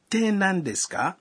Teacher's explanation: Unapoongeza ka mwishoni mwa sentensi na uiseme kwa toni ya juu, unaweza kuibadilisha na kuwa swali.